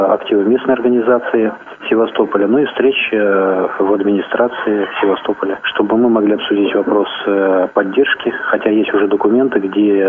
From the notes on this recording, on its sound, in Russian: В Симферополе состоялась учредительная конференция Крымской республиканской организации Всероссийского общества слепых. С места событий на наши вопросы ответил по телефону.